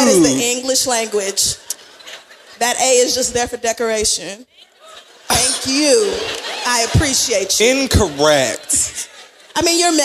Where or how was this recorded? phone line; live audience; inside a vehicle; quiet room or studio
live audience